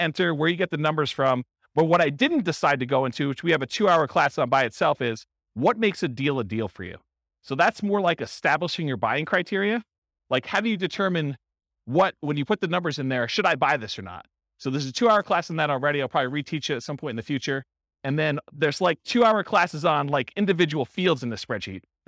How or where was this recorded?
live audience